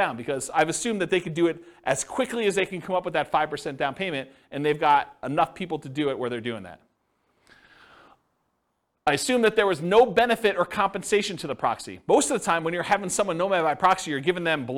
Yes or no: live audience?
yes